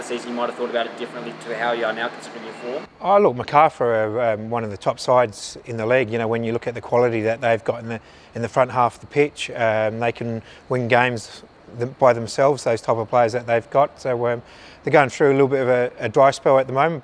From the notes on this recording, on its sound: Pre-Match Press Conference | Macarthur FC v Adelaide United.